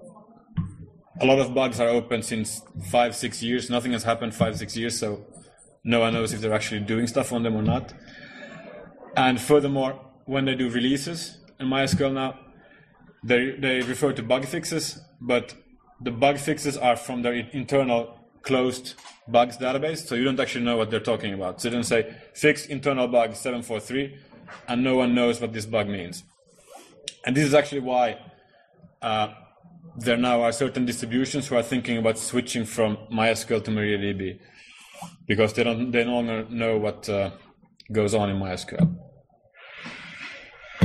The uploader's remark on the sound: Recorded at the Northeast GNU/Linux Fest 2012-03-17